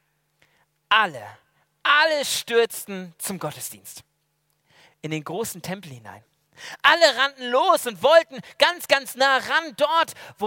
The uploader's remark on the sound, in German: aus dem Gottesdienst der Liebenzeller Mission